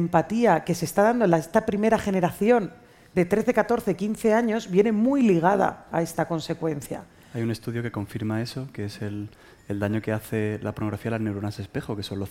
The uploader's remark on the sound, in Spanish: Un nuevo podcast en directo en Espacio Fundación Telefónica